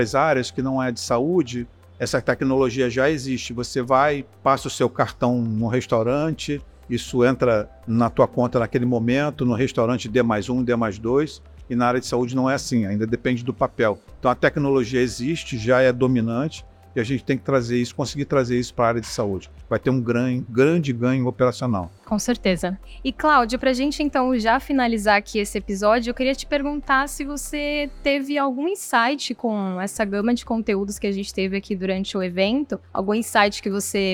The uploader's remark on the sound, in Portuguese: Em conversa especial gravada durante o IT Forum Salvador. Especial IT Forum Salvador. Em conversa especial gravada durante o IT Forum Salvador.